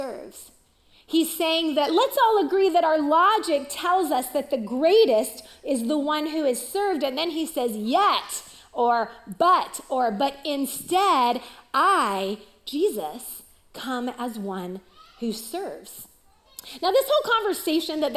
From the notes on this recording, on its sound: Recorded live at CrossWinds Church on May 7, 2023.